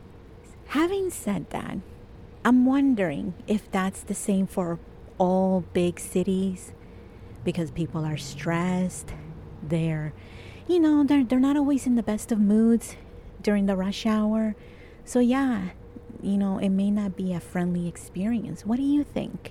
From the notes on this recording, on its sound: This episode is completely improvised and I recorded it outside while it was raining. I recorded it at this secret location in Toronto.